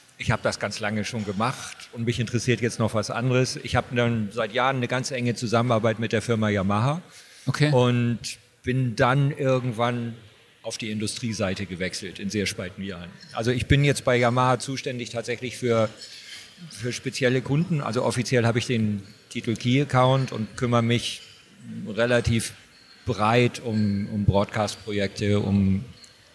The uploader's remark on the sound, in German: sprechen wir auf der LEaT con in Hamburg